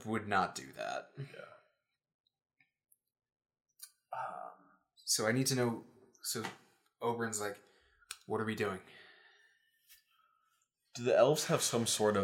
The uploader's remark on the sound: This is an episode of a series from our previous project, the Level 1 Podcast, re-released here on the Diceology feed. The audio quality is a little lower.